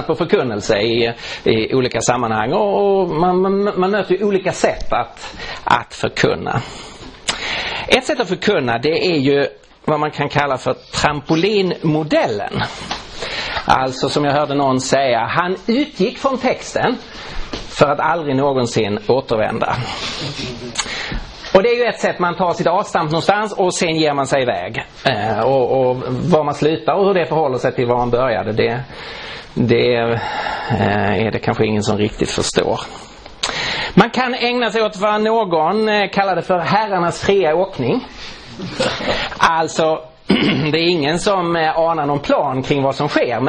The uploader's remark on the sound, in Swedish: Inspelad i på Langham Traning: Principles of Exposition i Roseniuskyrkan i Stockholm 2015-03-03.